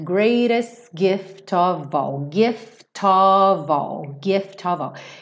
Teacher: Então, greatest, no primeiro T, e alonga o S e já junta no gift · esse F tem som de V